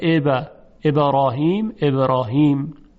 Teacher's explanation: این قلقله همون حرکته، منتها یک حرکت خیلی کوتاه، یعنی در حد حتی یک فتحه کامل هم نیست، خیلی کوتاهه، یا یک کسره کامل نیست، یه بخشی از حرکته.